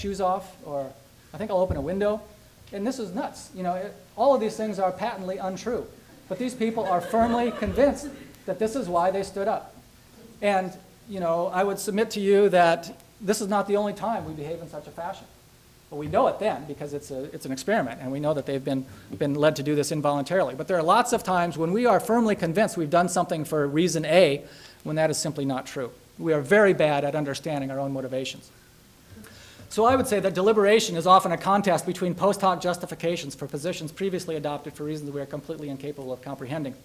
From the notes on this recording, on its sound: Nebraska Colloquium lecture. University of Nebraska-Lincoln.